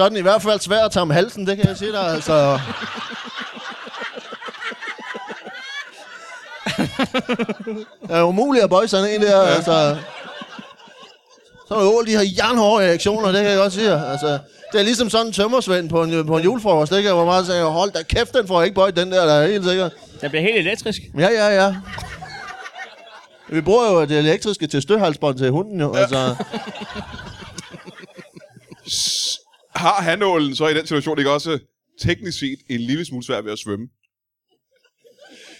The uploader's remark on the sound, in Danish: LIVE fra Odsherred